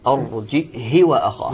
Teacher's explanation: يقرأ بالهمز الساكن مع كسر الهاء وقصرها